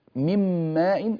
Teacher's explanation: مم ماء، فأنا انتقلت من الميم من كلمة من إلى الميم من كلمة ماء، وذهبت النون التي في الوسط ودخلت في الميم، وصار النطق بميم واحدة · Term: الإدغام